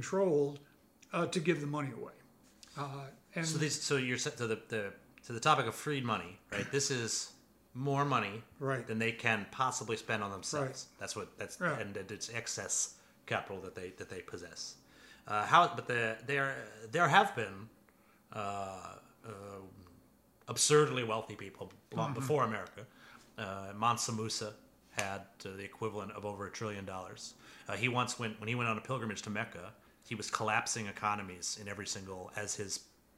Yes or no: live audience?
no